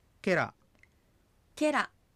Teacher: ケラというふうに最初の音節にアクセントがきます